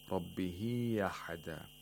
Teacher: we don't pronounce the glottal part of the hamza in khalaf an hamza, but in hafs we would say ahada. · Term: tasheel of hamza